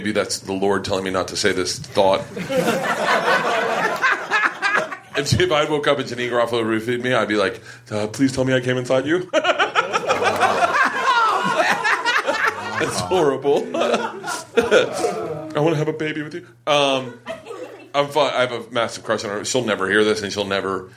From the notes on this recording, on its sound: Live from the Just For Laughs Comedy Festival in Montreal. Sit down with me infront of a live audience.